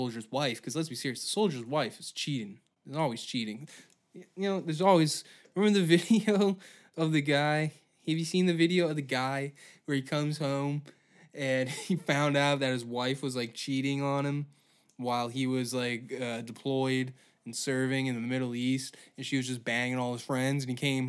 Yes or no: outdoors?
no